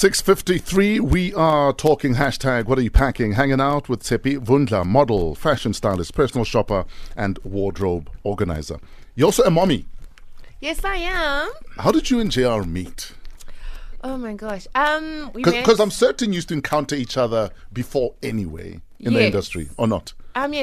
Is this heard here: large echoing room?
no